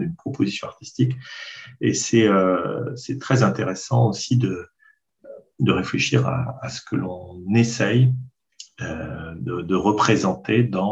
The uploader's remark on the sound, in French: Le séminaire, qui s'inscrit dans la scolarité des élèves en deuxième année de deuxième cycle de l’École du Louvre. Enregistré sur Zoom.